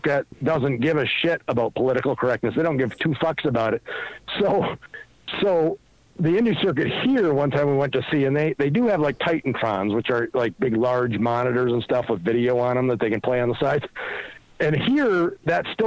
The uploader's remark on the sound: Phone calls.